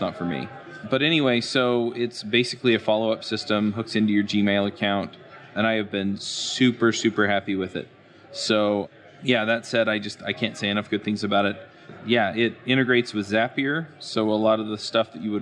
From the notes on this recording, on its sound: This episode is live at the Microsoft Build 2017